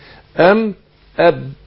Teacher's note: في حرفين بيخرجوا من الشفتين معا بانطباق الشفتين الميم والباء